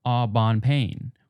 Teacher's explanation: when reading these words with an English pronunciation, you can hear that there's only a very weak nasal sound from the influence of the N in bon and pain. But if you were to pronounce these words the French way, which has strong nasal sounds, then the bon becomes bon, and pain becomes bain.